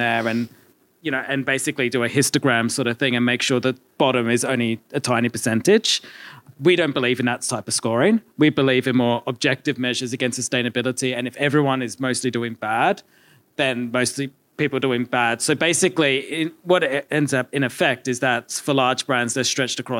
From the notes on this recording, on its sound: This week we are coming to you live from Sustainable Fashion Week in Bristol.